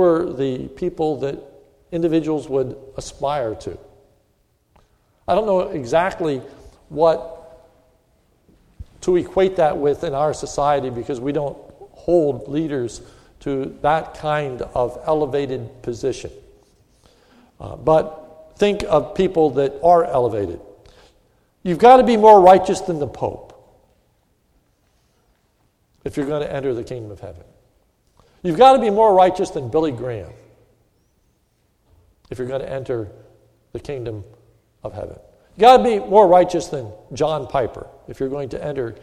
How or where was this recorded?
large echoing room